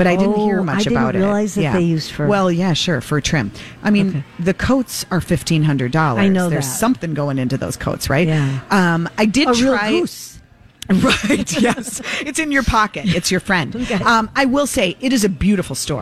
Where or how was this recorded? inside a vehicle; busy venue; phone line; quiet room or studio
busy venue